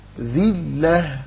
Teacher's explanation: اللام مشددة والذال مكسورة فتحقق الكسر